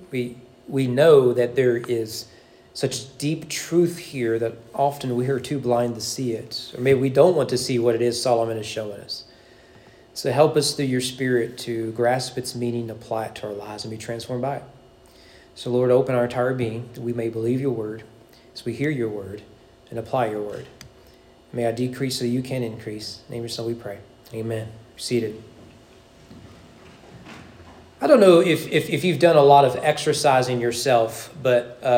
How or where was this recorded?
large echoing room